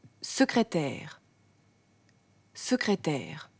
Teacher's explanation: Das S am Wortanfang ist sozusagen ein scharfes S. Man darf es nicht stimmhaft, also gesummt sprechen.